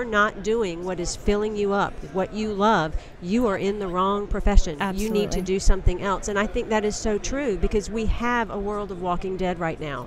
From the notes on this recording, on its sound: LIVE on day 2 of the #SageSummit !